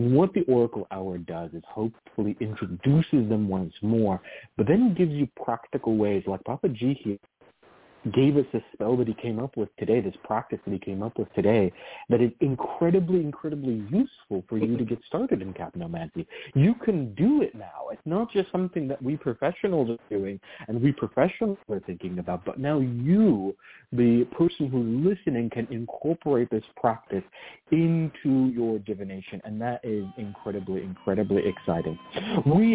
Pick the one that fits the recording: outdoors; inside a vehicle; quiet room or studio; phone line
phone line